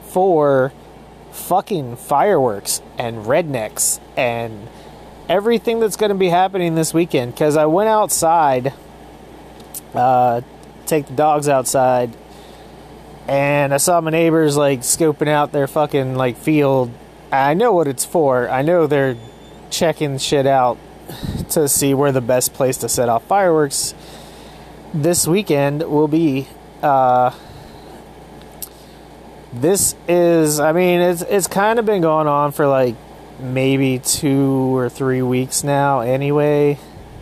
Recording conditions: sounds in the background